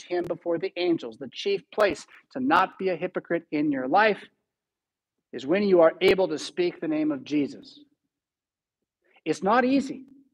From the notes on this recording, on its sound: Preached at St Paul Lutheran Church , Rockford, Illinois on October 2, 2022.